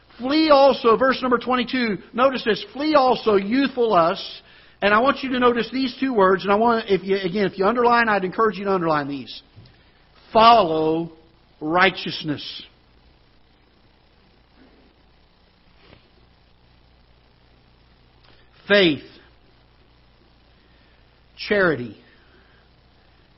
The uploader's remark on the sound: Ketha Heights Baptist Church ~ Live Broadcast